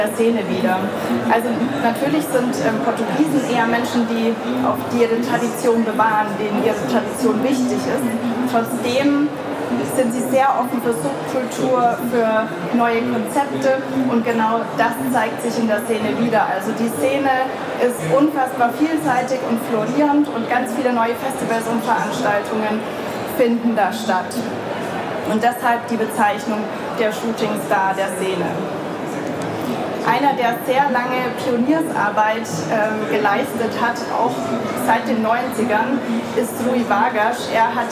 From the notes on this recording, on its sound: Had the pleasure to speak at the Berlin Travel Festival. This podcast episode is a recording of her talk.